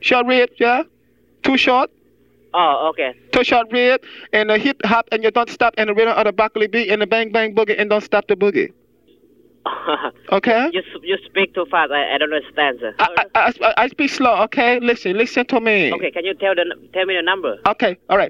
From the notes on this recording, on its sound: Prank Phone Calls